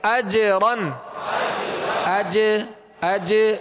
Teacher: جیم پر قلقلہ کریں گے، اور قلقلہ کا معنی ہے جنبش، لوٹتی ہوئی آواز کو قلقلہ کہتے ہیں، اجرن اج اج، یہ جو آواز لوٹ رہی ہے یہ